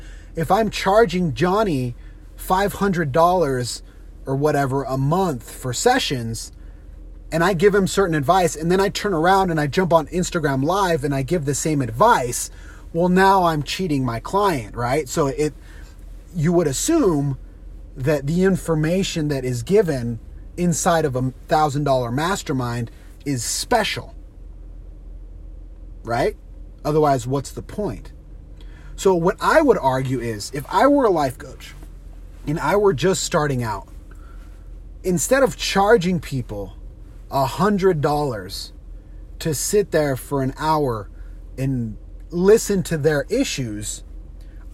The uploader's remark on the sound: On today’s carcast